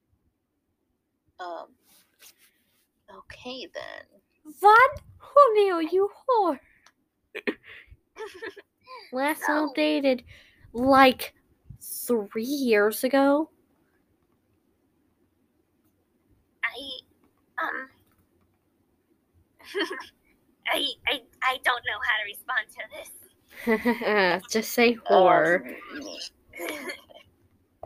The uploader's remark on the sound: sorry you couldn't hear them well, my audio wasn't up loud enough